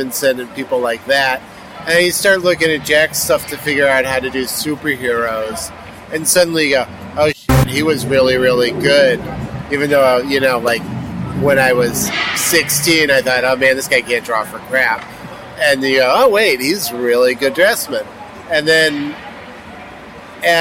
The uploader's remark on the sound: Alternative Press Expo 2017 Day 2 in San Jose. Interviews from the show floor.